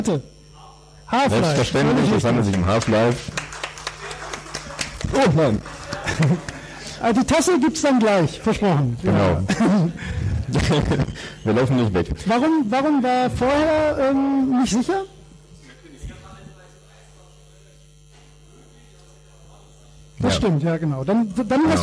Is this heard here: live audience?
yes